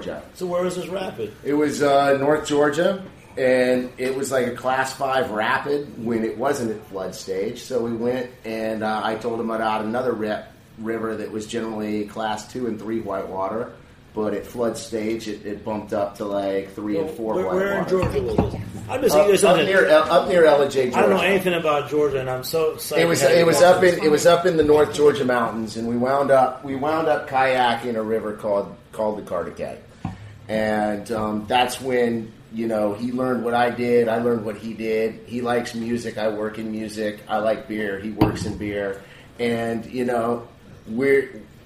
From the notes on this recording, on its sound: On location at Jimmy’s 43 with a team from Atlanta’s Sweetwater Brewing Co.